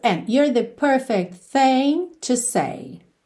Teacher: o and ficou bem curtinho no começo. And you're the perfect thing to say.